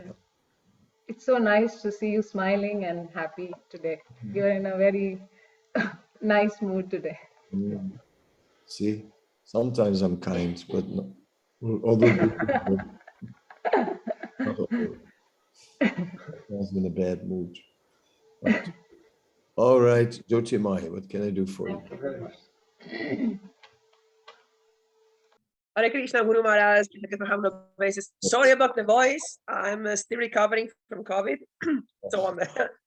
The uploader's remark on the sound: Zoom Meeting.